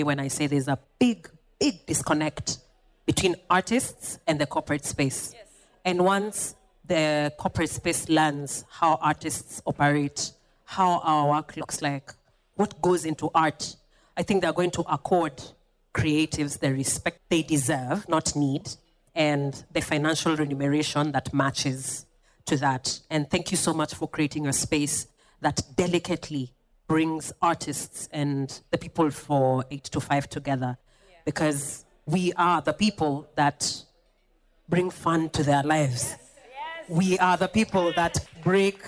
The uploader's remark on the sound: VIP ACCESS Podcast first pop-up event attracted young up and coming artists and PR professionals, who joined an open Q&A session. This was the second conversation recorded at VIP ACCESS Podcast's first live recording event (Dec 3 2023).